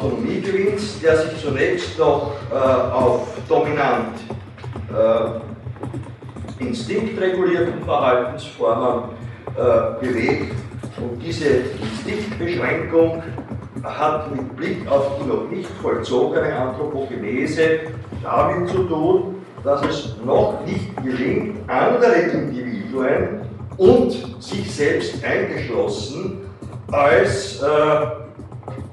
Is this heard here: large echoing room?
yes